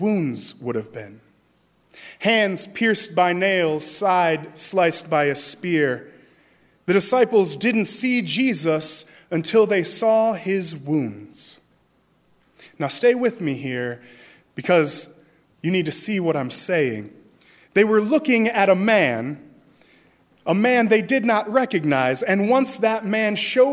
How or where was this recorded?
large echoing room